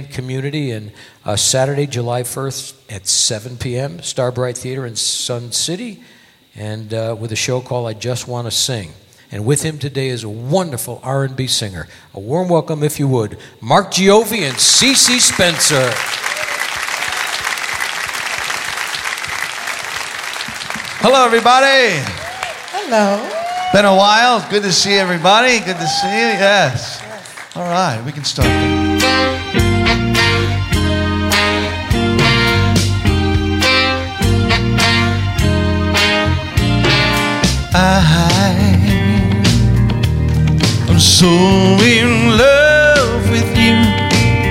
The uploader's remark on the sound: Live at the South Point Casino